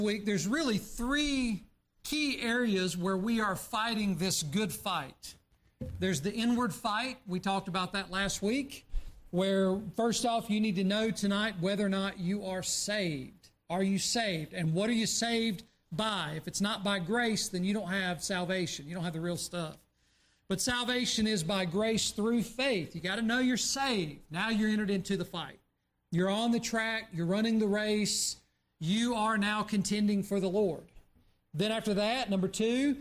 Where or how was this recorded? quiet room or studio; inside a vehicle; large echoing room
large echoing room